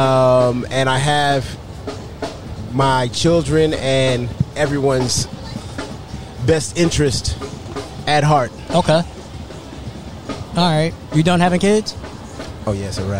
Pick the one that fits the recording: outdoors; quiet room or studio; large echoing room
outdoors